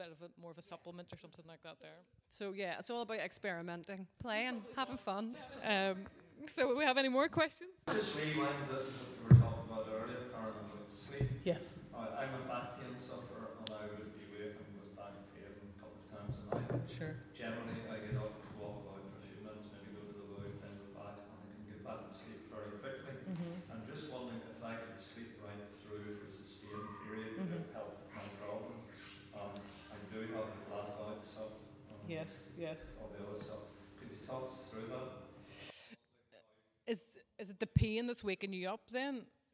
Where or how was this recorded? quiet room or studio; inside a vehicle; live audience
live audience